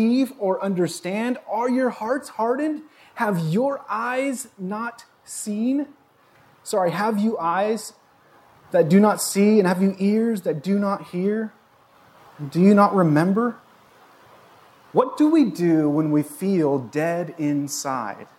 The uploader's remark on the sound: This was recorded on Jun 26, 2022 at Bethel church in Ridgefield, Wa.